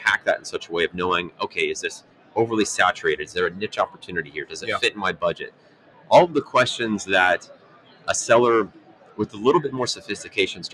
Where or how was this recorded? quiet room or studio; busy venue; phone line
busy venue